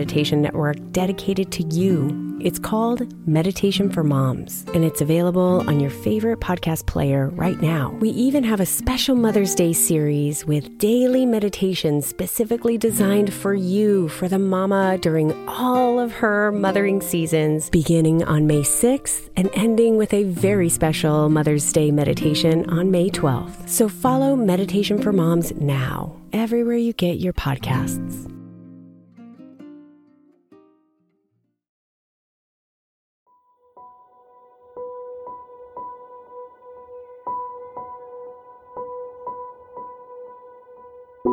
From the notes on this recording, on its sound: The Morning Sounds of Nature. With the sounds of nature all around you.